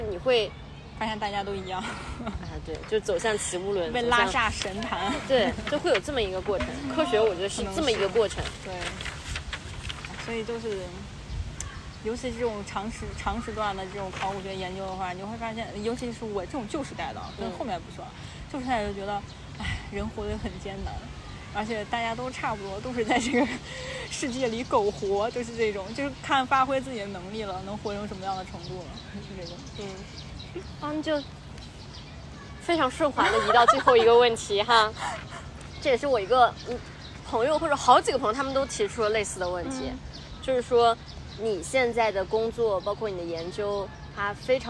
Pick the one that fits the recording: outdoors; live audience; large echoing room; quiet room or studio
outdoors